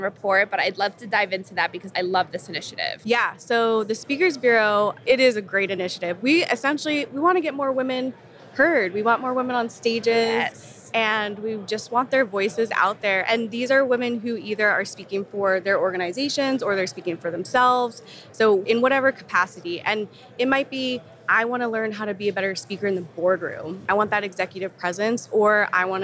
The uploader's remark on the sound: interview on the show floor of last year’s B2B Sales & Marketing Exchange